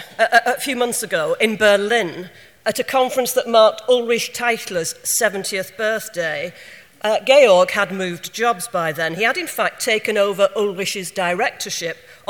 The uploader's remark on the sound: keynote speaker at SRHE Annual Research Conference 2012